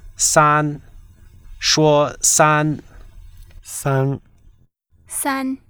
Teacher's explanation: Three in Chinese sounds a bit like san, but it has the vowel sound ah.